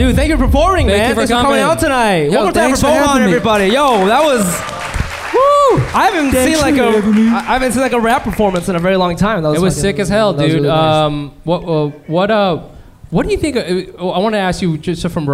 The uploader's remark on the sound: We popped our live podcast cherries on 9/24/19